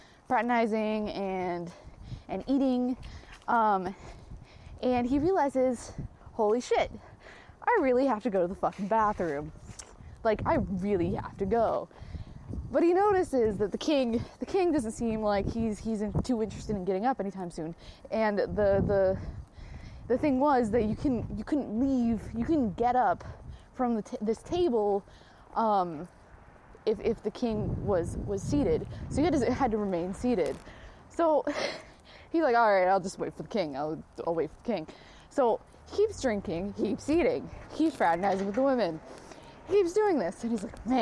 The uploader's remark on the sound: No edits, no regrets. Recorded while on a walk.